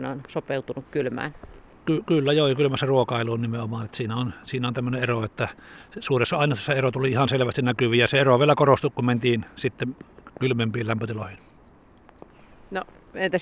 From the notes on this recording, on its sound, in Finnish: talvisella linturetkellä